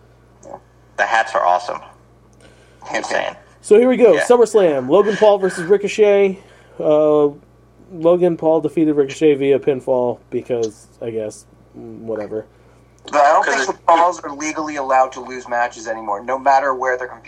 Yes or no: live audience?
no